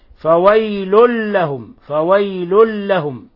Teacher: تنوين ضم جاء بعده اللام، الحكم التجويدي إضغام بغير غنة